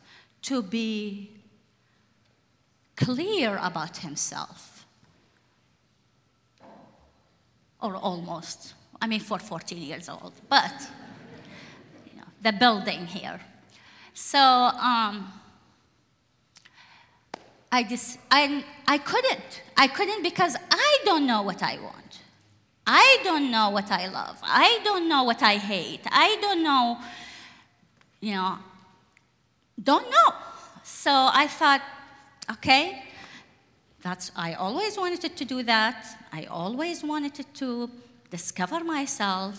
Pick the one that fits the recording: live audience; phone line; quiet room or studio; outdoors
live audience